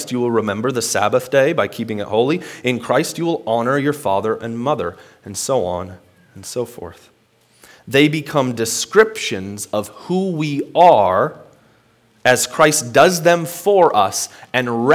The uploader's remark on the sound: Today's word of encouragement comes from a sermon I preached at Hope Evangelical Free Church on March 7th, 2021.